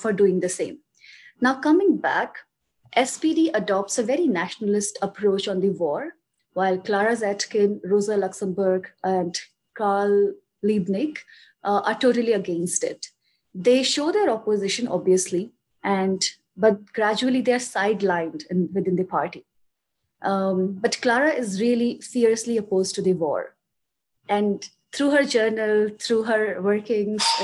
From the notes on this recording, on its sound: This podcast is a Zoom recording of one of the sessions of our Revolutionary Feminism course.